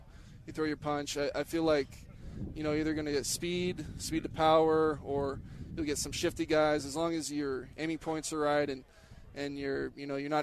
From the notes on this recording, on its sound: Joins The Lo-Down at Raiders Training Camp.